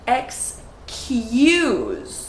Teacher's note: pay special attention to the Y sound that gets added, even though there is no Y in the word excuse.